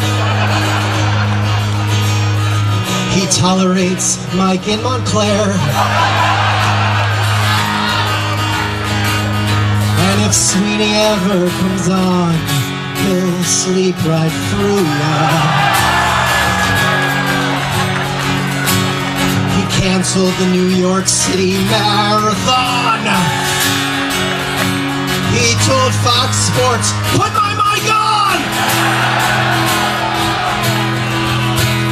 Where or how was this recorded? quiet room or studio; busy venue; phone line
busy venue